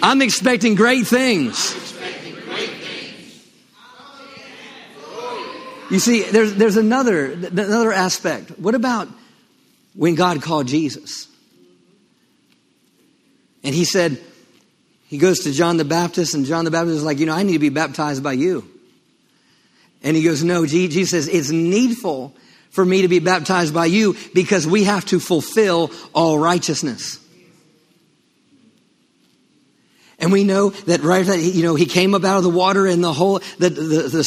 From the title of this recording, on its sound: LIVE Midweek Service